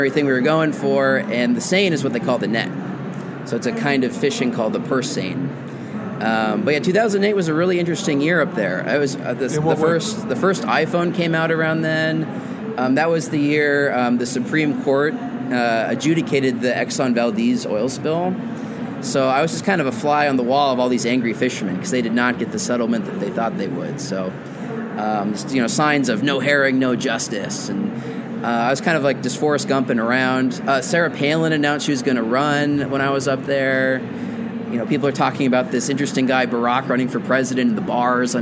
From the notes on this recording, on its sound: This week the show comes live from the American Library Association's annual conference in Chicago.